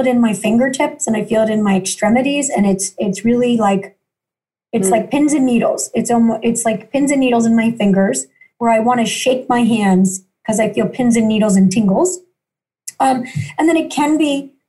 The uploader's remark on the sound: joins me via Zoom.Us